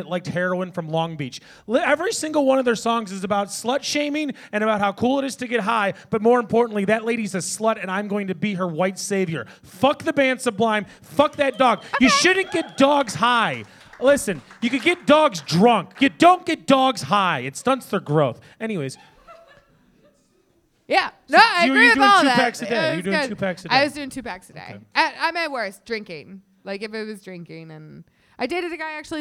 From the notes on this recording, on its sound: Live at The Whistler